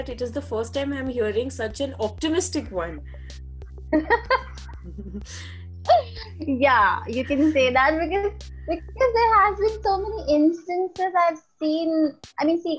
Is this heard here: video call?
yes